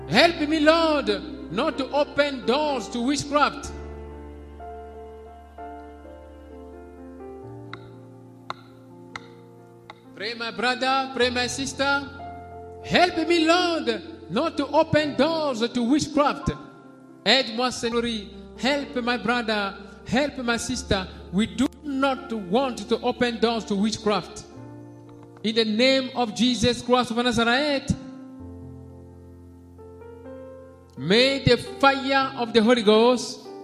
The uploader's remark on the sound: SUNDAY LIVE SERVICE